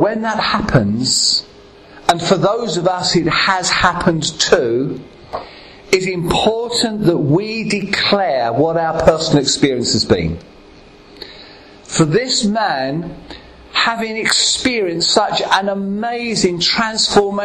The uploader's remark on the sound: At Ashingdon Elim Pentecostal Church.